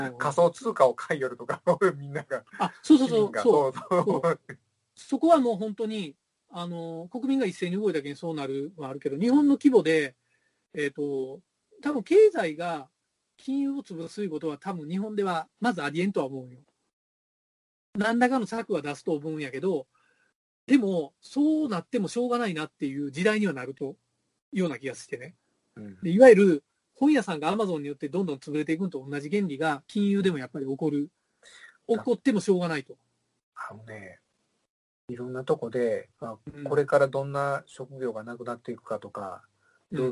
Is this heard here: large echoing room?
no